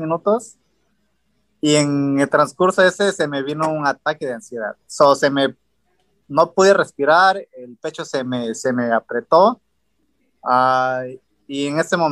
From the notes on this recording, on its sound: Recorded Live on Zoom 3/22/2021